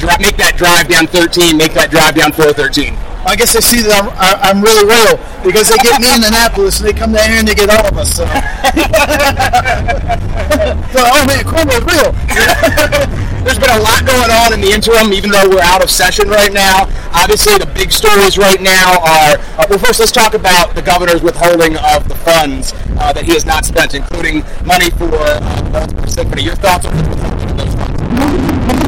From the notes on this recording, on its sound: Red Maryland Radio Special Edition from the Tawes Clam Bake. Millar Tawes Crab and Clam Bake.